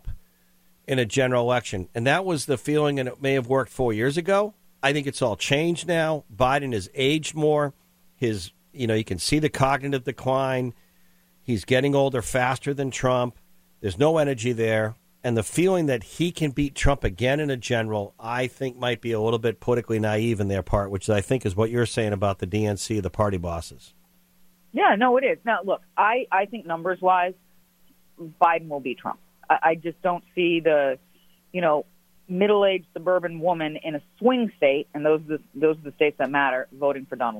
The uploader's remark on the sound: calling LIVE from South Carolina